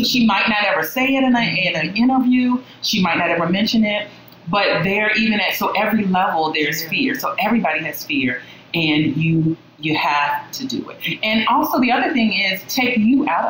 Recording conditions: poor sound quality